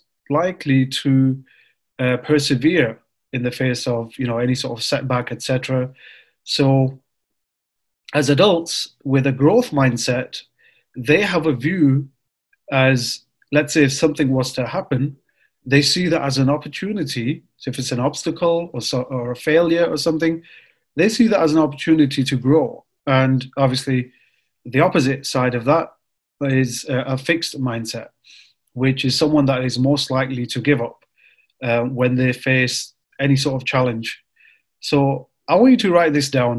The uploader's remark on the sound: It was recorded live via zoom for the newly launched brothers show.